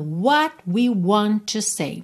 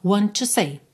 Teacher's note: Want com to eu ligo num T só